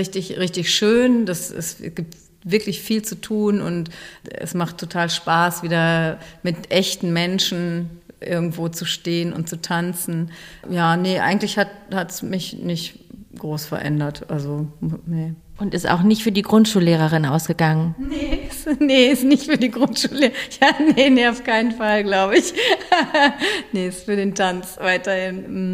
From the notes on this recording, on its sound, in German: in Berlin interviewt, auf dem DIS-Tanzen Festival des Dachverband Tanz Deutschland